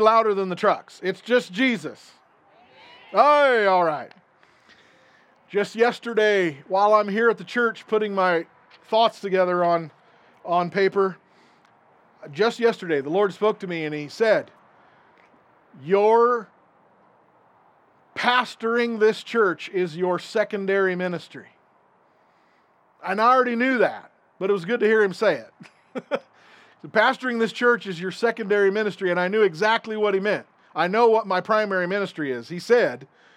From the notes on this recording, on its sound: This recording is from an outdoor service - so you will hear highway and wind noise